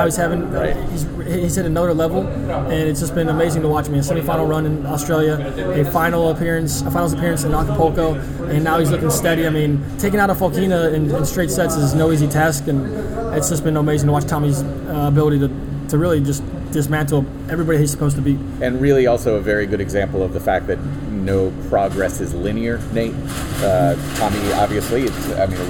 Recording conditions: background noise